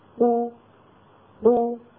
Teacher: مخرج القاف وتباعد الفكان عن بعضهما أيضا، لما أقول قو قو تباعد طرفا مخرج القاف وانضمت الشفتان إلى الأمام في نفس الوقت